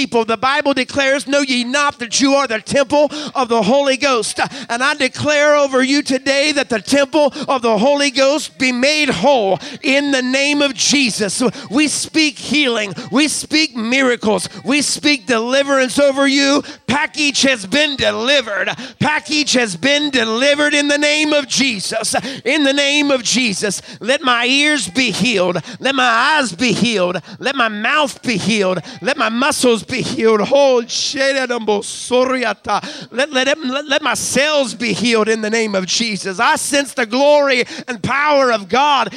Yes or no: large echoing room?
yes